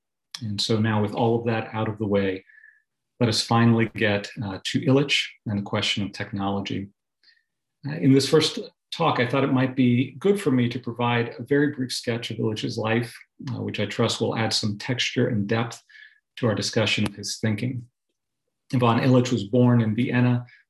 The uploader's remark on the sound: delivered as a Zoom webinar